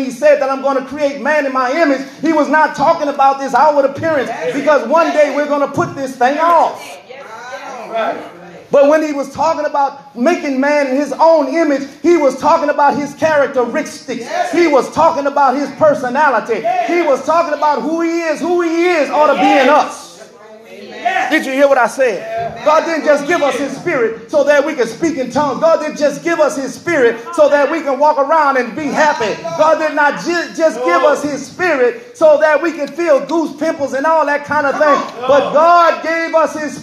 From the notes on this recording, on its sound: This message was recorded at True Vine Missionary Baptist Church